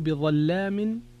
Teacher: اللام هنا مغلظة وهي في أصلها أنها مرققة · Term: تغليظ اللام